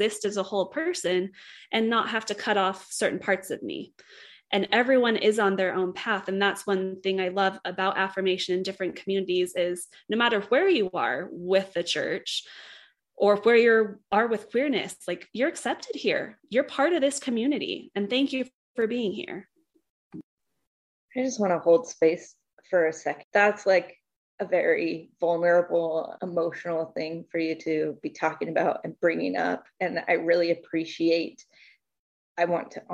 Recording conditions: video call